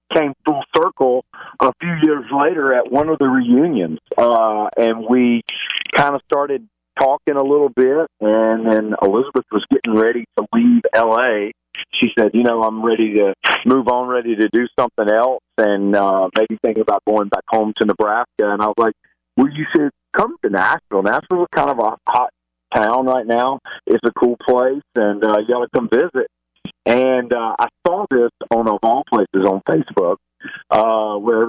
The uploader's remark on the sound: call in to share some great news!